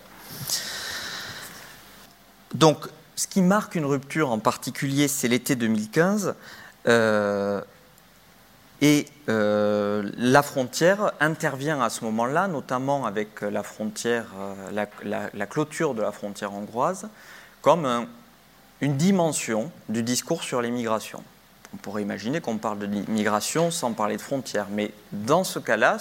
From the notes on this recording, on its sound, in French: Table ronde enregistrée lors de la 5e édition de la Nuit de l'ENS.